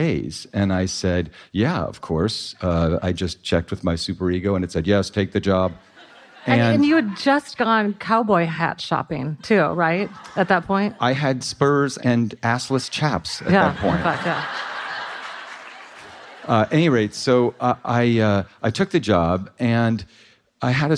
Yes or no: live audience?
yes